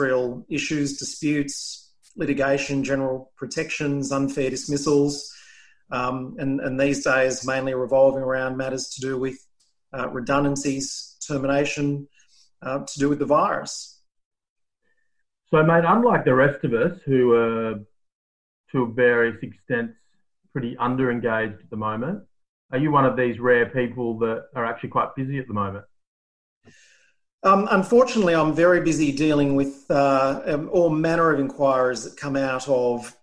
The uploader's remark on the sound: via zoom